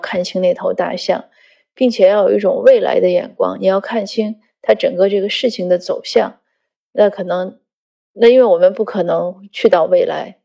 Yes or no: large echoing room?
no